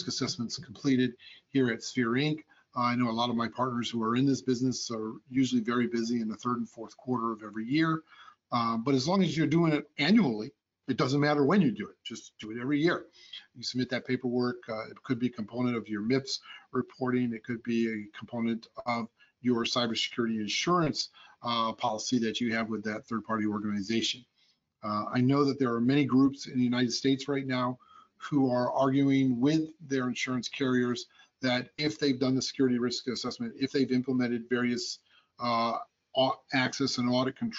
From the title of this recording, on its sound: Audio Version of the Webinar